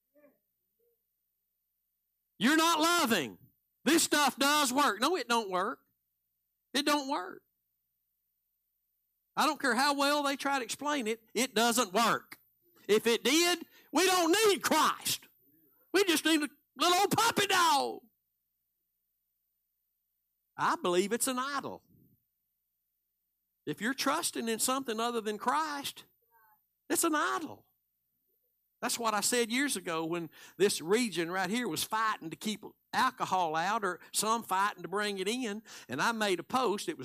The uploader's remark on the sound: Live Sunday Morning Service